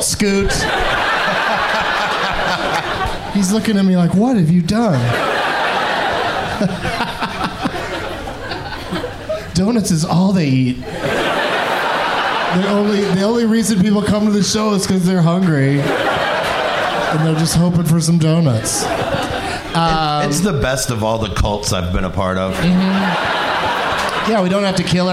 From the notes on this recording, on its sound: Live from the Cap City Comedy Club in Austin, TX